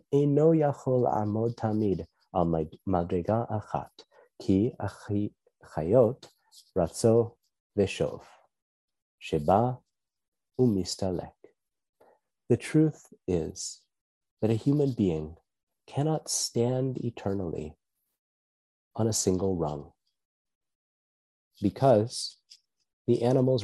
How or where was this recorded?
video call